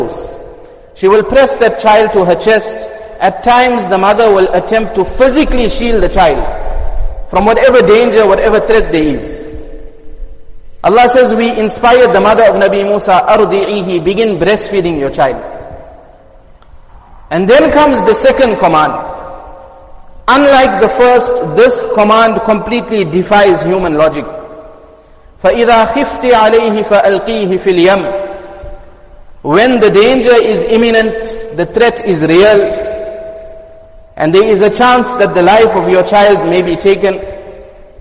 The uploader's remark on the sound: Jumuah Lecture Masjid us Saliheen